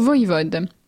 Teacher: la consonne fricative orale sonore labiodentale